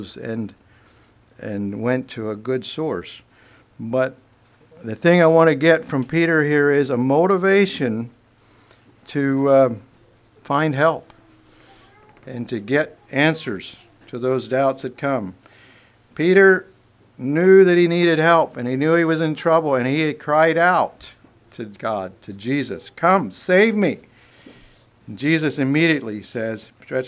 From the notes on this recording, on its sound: Message preached at Word of Hope